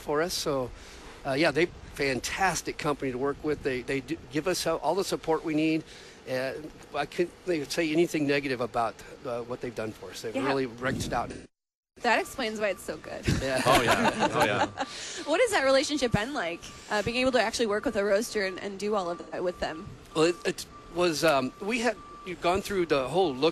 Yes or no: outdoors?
yes